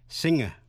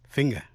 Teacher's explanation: thì đọc như âm ng, như trong tiếng Việt, chứ không phát âm là g, như trong chữ finger.